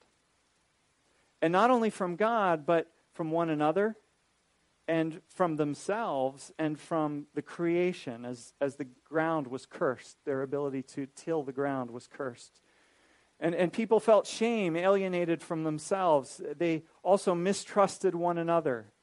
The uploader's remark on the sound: This is a recording of a lecture